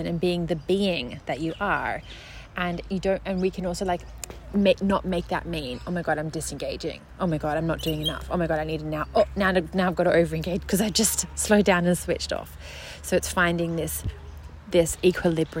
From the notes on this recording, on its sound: Join me and the birds for this podcast episode (I recorded it outside, at a beautiful park, while my son napped in the pram next to me)